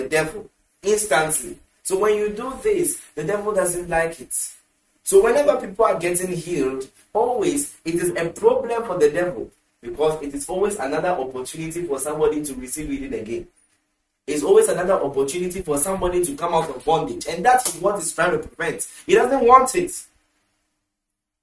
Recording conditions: large echoing room